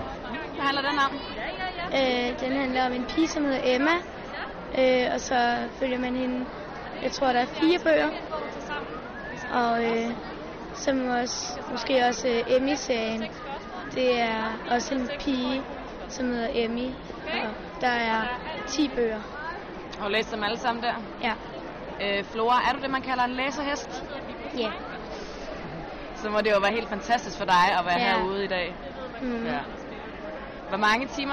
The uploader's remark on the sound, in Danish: Live fra Bogforum.